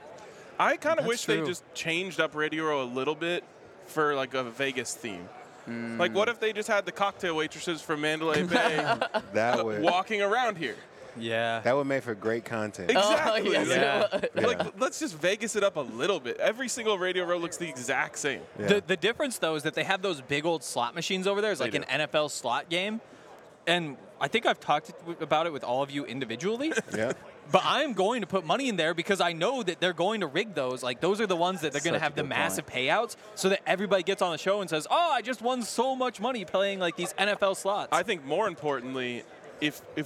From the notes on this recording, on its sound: LIVE FROM SUPER BOWL 58 RADIO ROW. An ALLCITY Network Production.